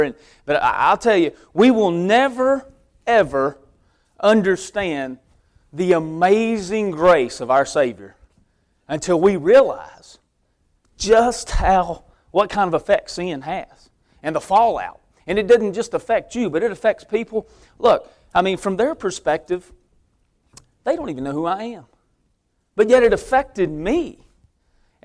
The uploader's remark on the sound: preaching at Victory Way Baptist Church